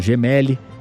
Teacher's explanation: Com a tônica no me